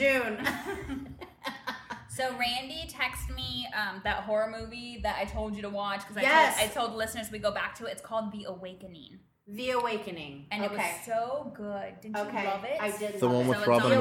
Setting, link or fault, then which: fault, background noise